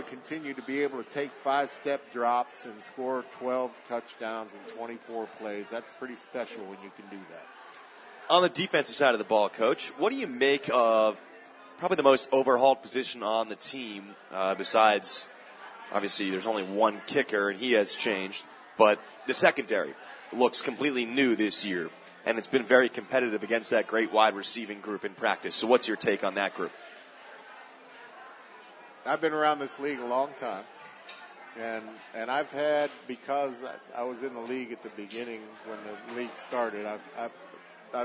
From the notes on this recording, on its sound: LIVE from the Recovery Room Sports Bar and Grill